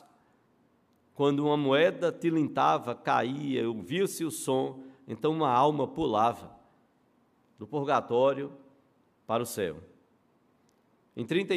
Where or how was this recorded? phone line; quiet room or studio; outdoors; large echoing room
large echoing room